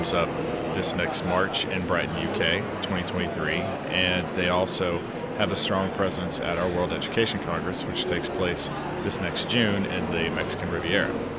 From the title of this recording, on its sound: Live from #IMEXAmerica